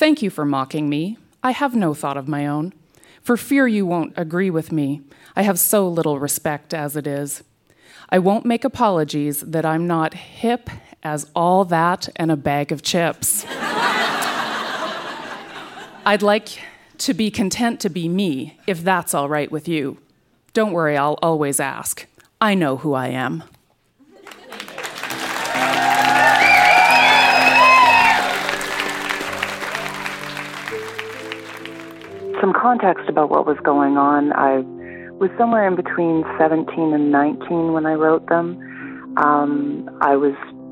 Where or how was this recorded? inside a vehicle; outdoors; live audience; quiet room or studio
live audience